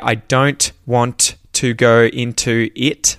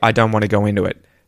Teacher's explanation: So yeah, the T's kind of disappear · Shown in: second take